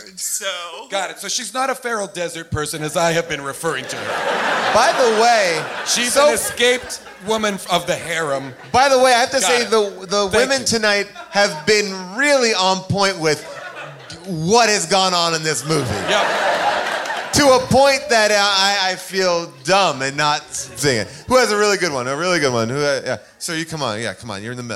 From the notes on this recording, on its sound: Recorded LIVE from the world famous Largo at the Coronet in Los Angeles